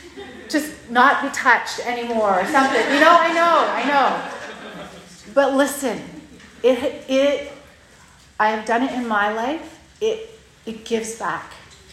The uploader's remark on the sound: Today’s Episode is a Workshop from Heart Conference Ottawa 2023.